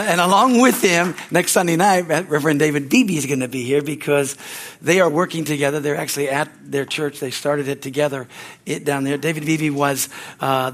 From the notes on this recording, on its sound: from the Sunday service on August 6, 2023 at Harvest Bible Church in Stockton, CA